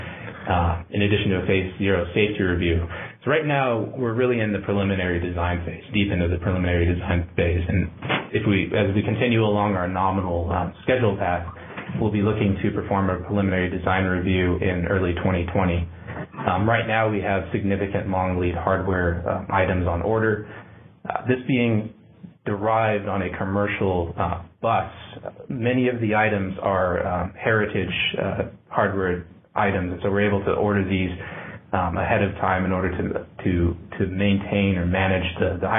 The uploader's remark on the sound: a Future In-Space Operations teleconference